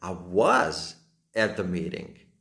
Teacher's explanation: A dáme taký dôraz na to, na to was.